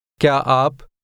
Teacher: the question word and the word for you sounded like one word